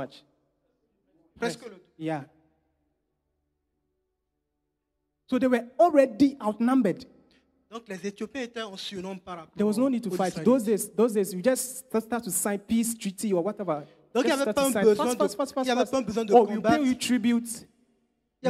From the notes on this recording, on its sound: Preached during Joyful Hour Sunday Service